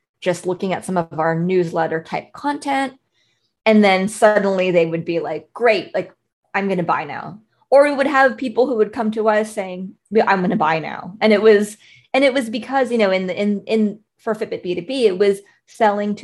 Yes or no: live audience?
no